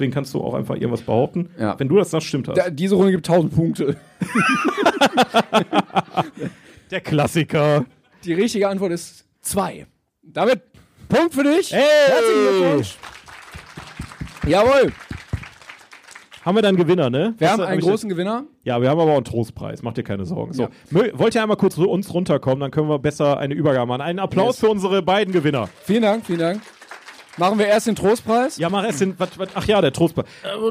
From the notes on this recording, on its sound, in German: In einer ruhigen, deutschen Kleinstadt namens Bochum begab es sich, dass zwei wackere Filmfreunde ein bezauberndes Publikum erheiterten. Wir sind wieder zurück auf den Brettern, die die Welt bedeuten.